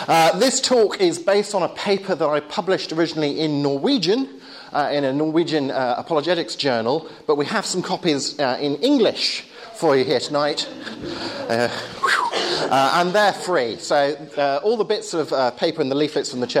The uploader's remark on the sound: Talk with Q&A at Hesketh Bank Christian Centre, May 2011.